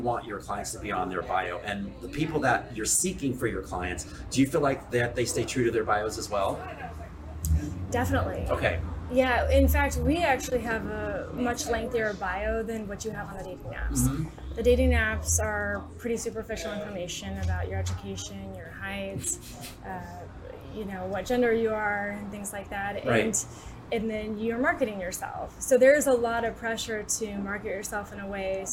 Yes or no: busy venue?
yes